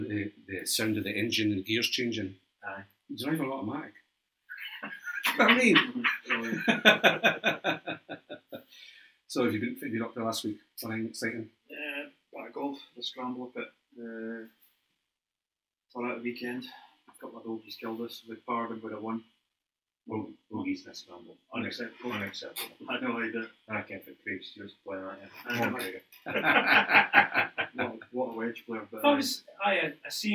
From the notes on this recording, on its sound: Apologies for sound